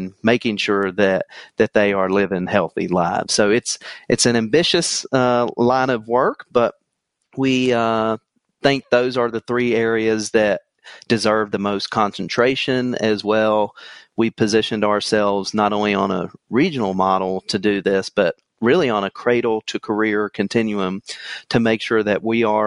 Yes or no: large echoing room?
no